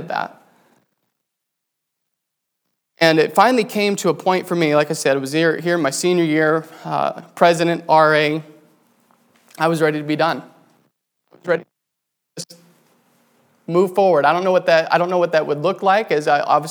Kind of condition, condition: setting, large echoing room